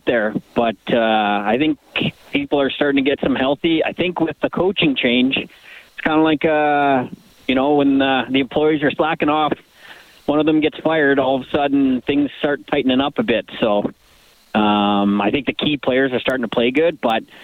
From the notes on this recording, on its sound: opens up the phone lines